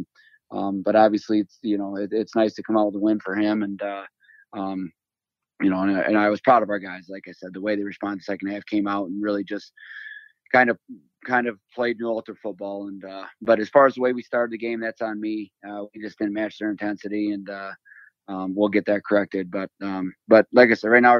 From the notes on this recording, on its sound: spoke to me over the phone